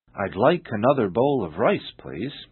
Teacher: although there are six words in the sentence, all the words are linked together without pause · Term: sound linking